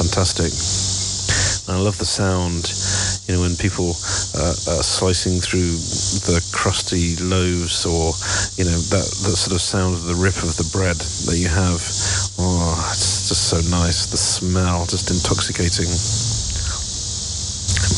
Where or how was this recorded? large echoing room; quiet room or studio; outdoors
outdoors